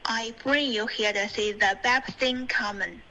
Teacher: Bring，你没有用后鼻音，你用了前鼻音。